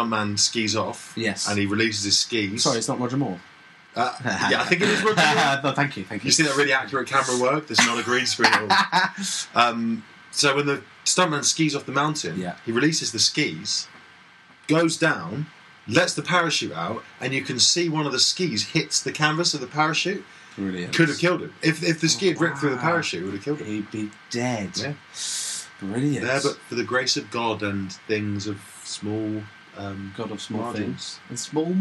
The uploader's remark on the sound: Apologies for the dire sound quality.